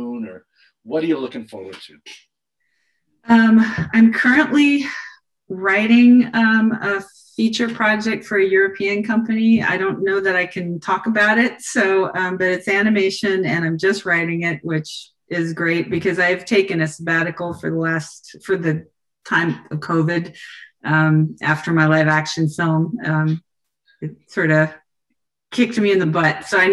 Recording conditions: video call